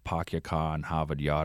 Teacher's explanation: She says, for one, you very rarely hear people dropping their R's like they might in other parts of New England. So, you know, the Pakyaka and Havad Yad.